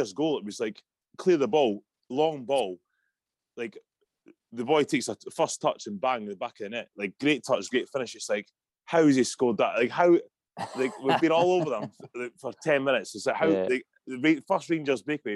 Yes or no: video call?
yes